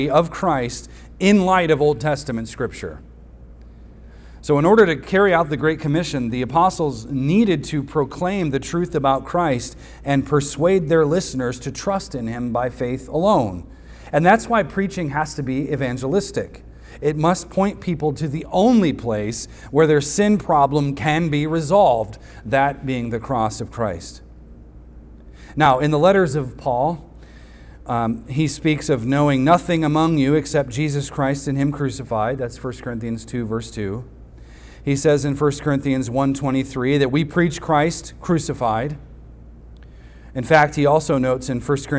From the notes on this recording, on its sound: recorded on Sunday, July 9th, 2023, at the weekly worship gathering of Cross & Crown Church.